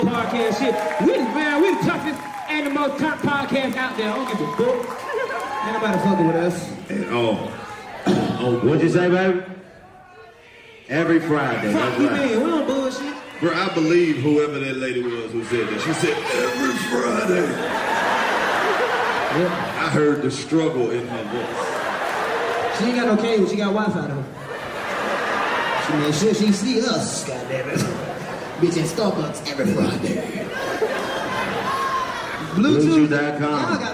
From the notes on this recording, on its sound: Live At The Casino - The Late Show! In the second of two sold out shows in Mashantucket, Connecticut at the Foxwoods Resort and Casino. This crowd is def one of the livest and diverse.